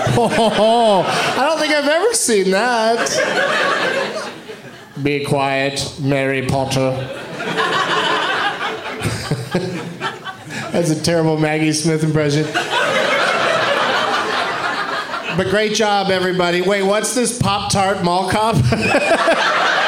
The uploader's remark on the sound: Live from Comedy on State in Madison